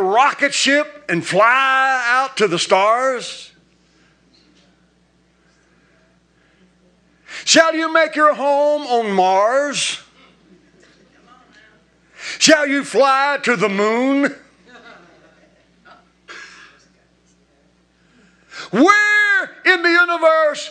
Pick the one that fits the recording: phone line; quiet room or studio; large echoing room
large echoing room